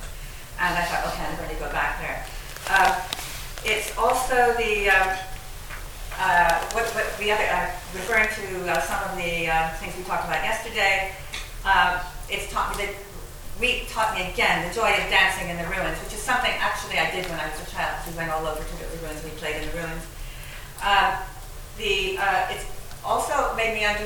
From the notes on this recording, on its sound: at the Worlds Literature Festival Salon